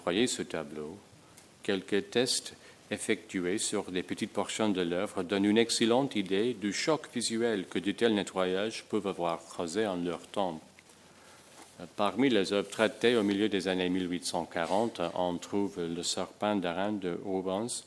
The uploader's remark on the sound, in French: enregistrée le 24 novembre 2010, dans le cadre du colloque " Conserver, restaurer demain.